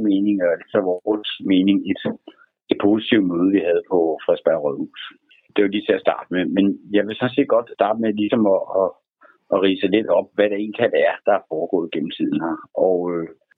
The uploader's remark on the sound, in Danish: Et telefoninterview.